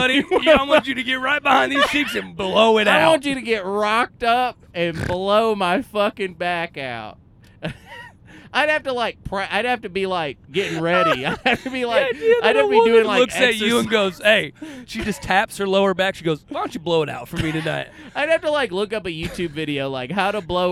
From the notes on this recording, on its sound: We recorded this one in a car on our way to Chicago.